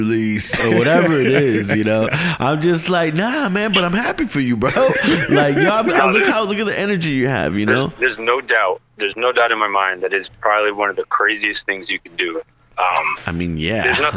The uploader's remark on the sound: Our First Phone Call Chat